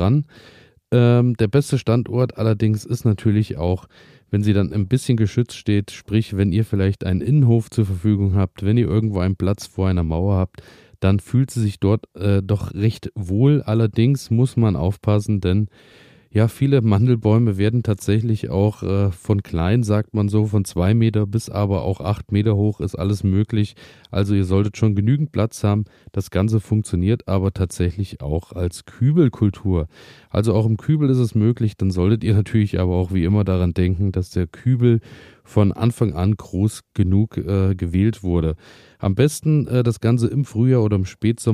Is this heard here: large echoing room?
no